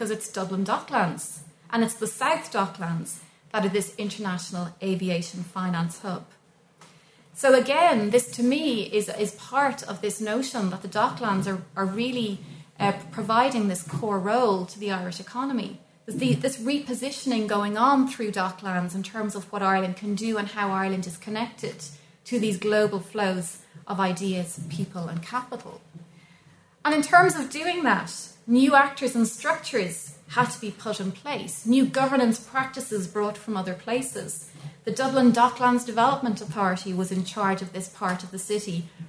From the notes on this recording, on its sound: recorded at the Dockland Encounters Symposium